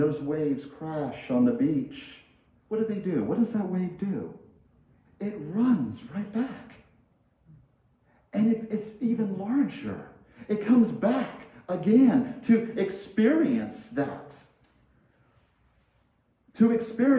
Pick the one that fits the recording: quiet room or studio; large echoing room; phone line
large echoing room